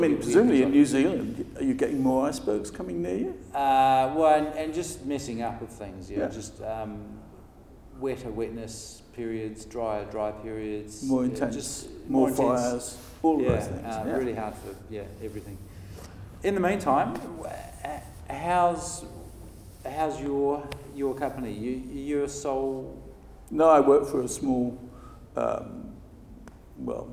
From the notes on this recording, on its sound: At the 2019 Passive House Conference in Heidelberg